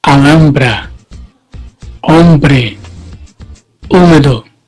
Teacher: La H no tiene sonido.